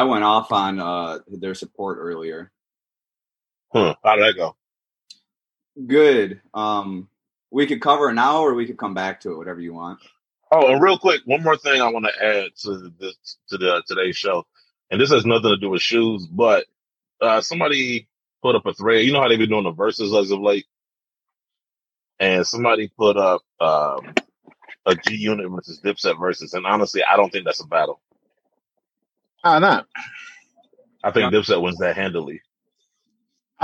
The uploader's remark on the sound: We're recording the show via Zoom.